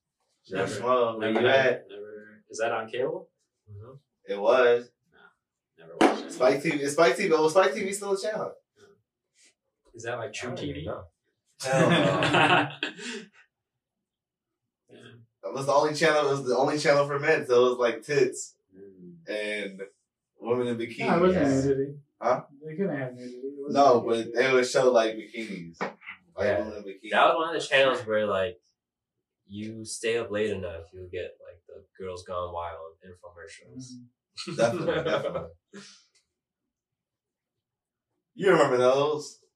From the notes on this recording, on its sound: Technical Difficulties. Our sound malfunctioned (i know not very Usr Frndly of us) therefor the audio on the first half isn't going to be that great quality you're used.